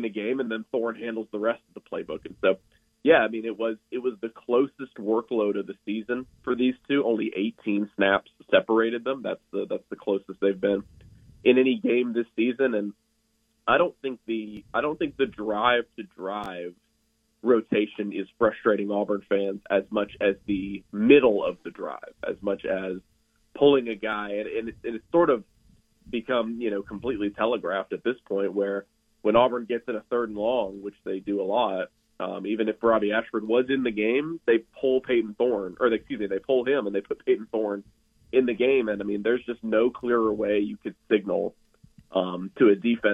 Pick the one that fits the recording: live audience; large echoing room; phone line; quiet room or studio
phone line